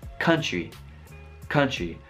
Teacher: dovete dire con lo schwa non la A quindi paese dovrebbe essere pronunciato così country, country.